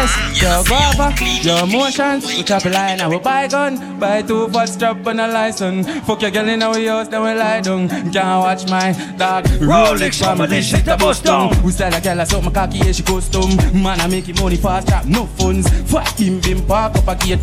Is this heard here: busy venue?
yes